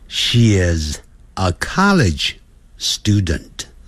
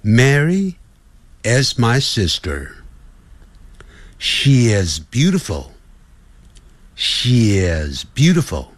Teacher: 注意到我念 she is 是念连音的